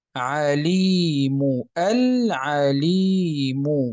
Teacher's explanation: تلفظنا باللام كما هي وتلفظنا بالعين كما هي، وهذا هو الإظهار